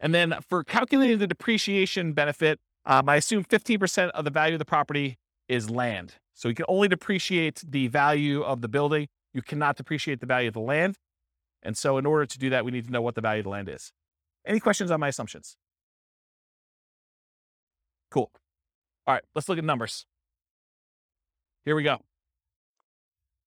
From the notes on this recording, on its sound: This was a live class recorded